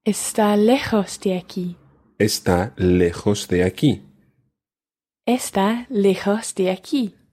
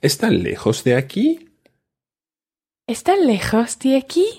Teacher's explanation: I didn't really raise my voice at the end for the sentence there · Shown in: first take · I should have said, ¿está lejos de aquí?